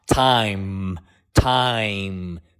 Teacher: 闭口的鼻音，嘴巴闭上，同时有鼻音啊